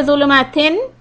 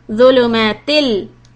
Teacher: Take out one of the zair and connect to lam. This is al-idgham but without any ghunna. · Shown in: second take